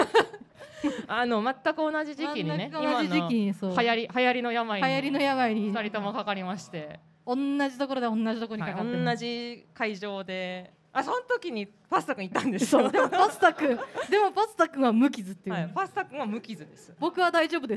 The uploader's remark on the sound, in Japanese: 公開収録を行いました